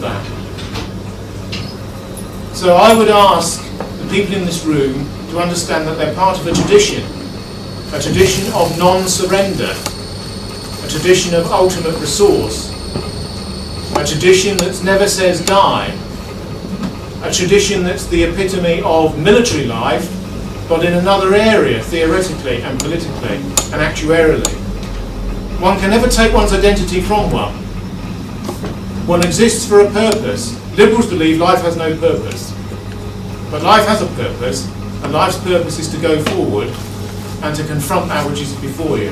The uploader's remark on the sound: London Forum lecture in London on December 3, 2011